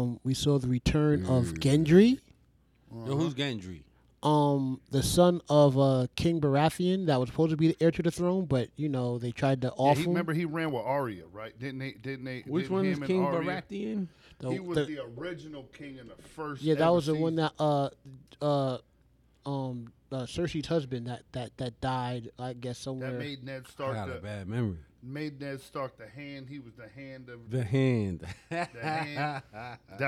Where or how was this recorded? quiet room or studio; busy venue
busy venue